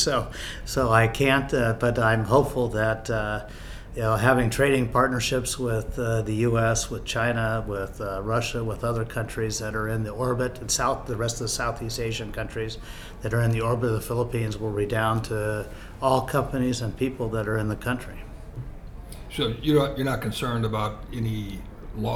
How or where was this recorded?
busy venue